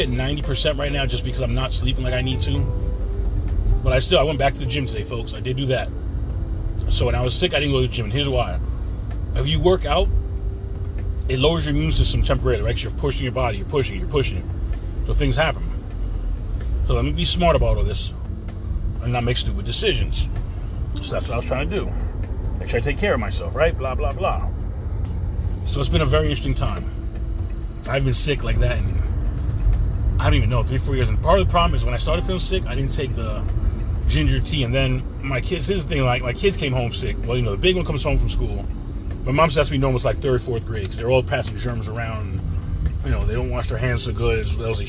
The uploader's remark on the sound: In this CarCast